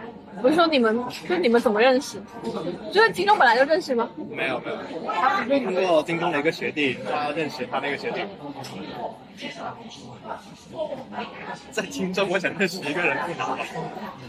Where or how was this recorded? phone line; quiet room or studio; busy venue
busy venue